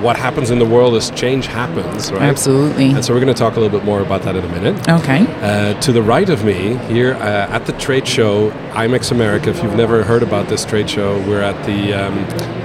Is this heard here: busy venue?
yes